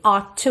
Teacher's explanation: Mesmo que eu fale ought to, percebe que eu tenho um som só de T, ought to, eu não falo ought to.